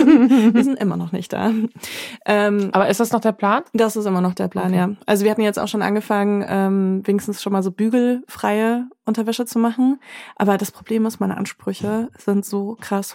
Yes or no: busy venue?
no